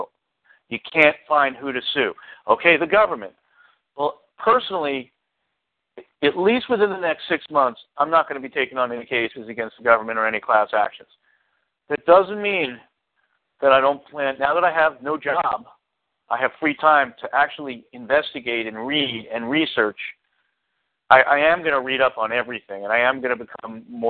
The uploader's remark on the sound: Community Conference Call